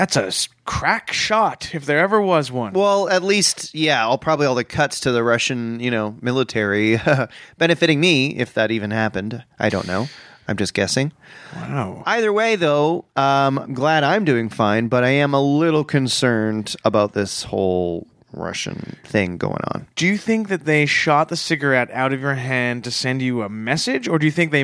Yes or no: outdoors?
no